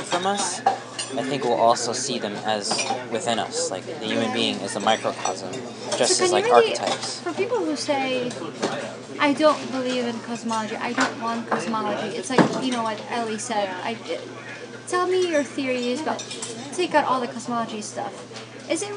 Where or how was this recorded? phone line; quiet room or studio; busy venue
busy venue